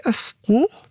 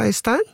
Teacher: der har man rett og slett bare kuttet hele diftongen, den der sammenslåingen av to vokaler · Shown in: first take · Ja, det er det som kalles monoftangering. · Term: monoftong